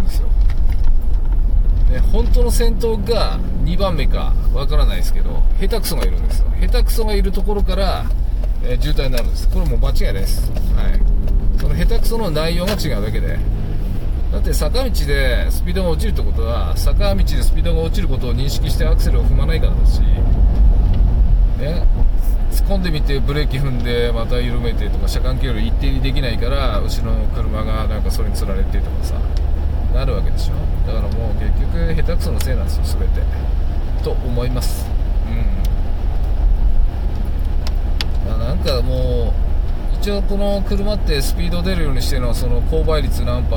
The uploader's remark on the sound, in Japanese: 運転中。夜の車の中でただただ最近のことを思い出しながら。